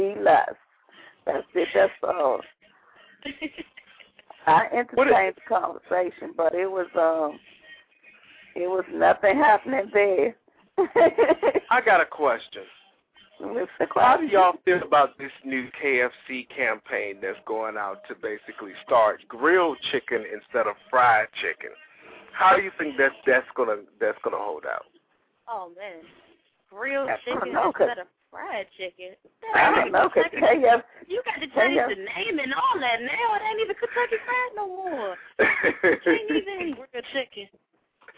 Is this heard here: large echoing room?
no